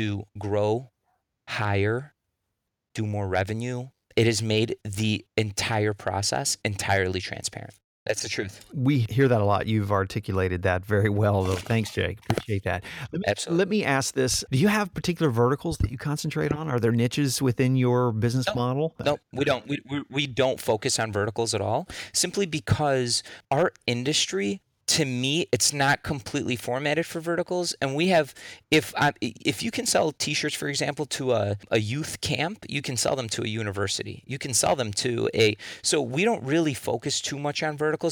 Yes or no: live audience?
no